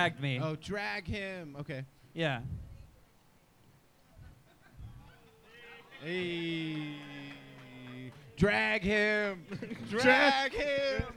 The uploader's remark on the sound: Live from 10 Sports Bar & Grill. In the third live episode.